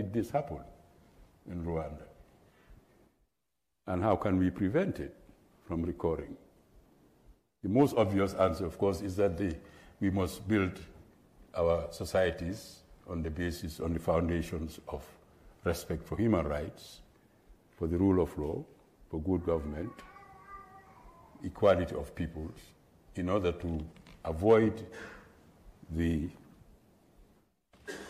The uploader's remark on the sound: at the 2023 JRCLS Annual Conference in Atlanta, GA